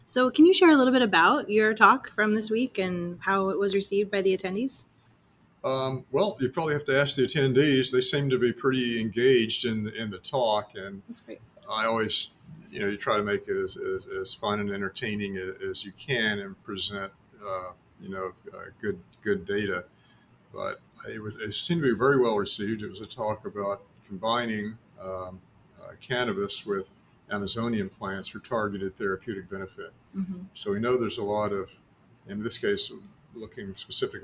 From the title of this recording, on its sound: Special Edition LIVE from CSC West